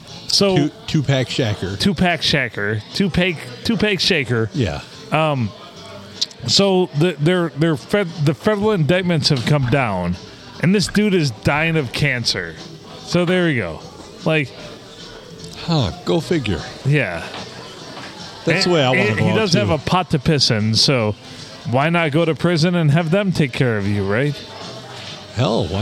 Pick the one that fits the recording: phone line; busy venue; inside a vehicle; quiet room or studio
busy venue